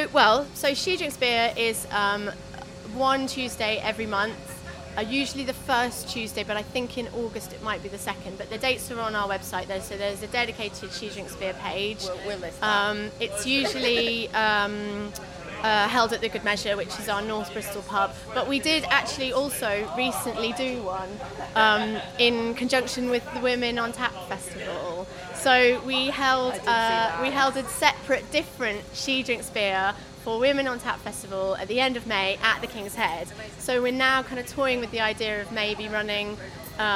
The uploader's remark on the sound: While at Bristol Craft Beer Festival